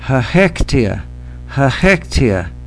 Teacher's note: You can hear those ch sounds at the beginning, but people often say chachektia, chachektia, with H's